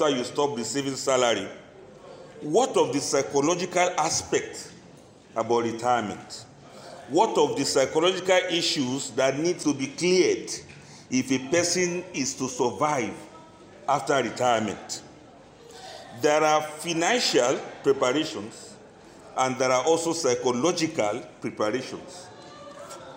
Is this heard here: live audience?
yes